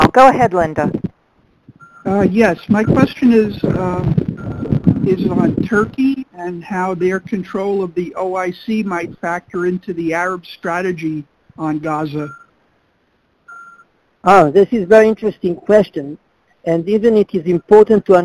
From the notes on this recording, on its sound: in a conference call on June 28, 2018